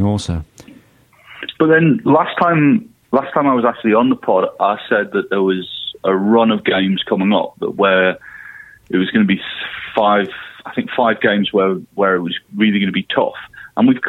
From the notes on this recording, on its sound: on the phone